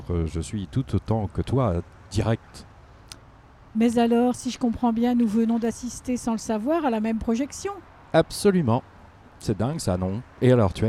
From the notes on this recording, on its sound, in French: Sortie de séance au Festival du Film Court de Villeurbanne. Deux anciens collègues se retrouvent devant le cinéma Le Zola.